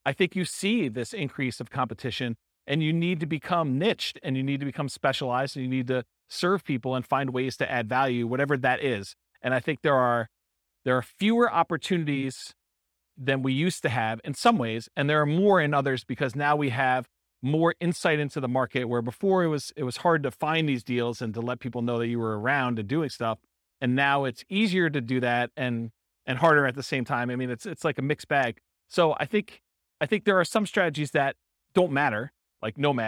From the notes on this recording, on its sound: Real estate entrepreneurs in Sunnyvale, California. This was a live class recorded.